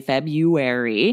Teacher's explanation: it sounds like there's no R after the B at all